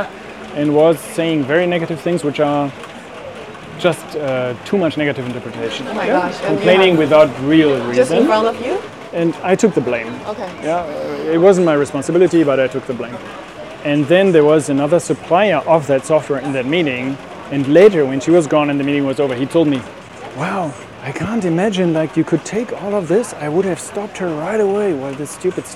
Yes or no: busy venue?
yes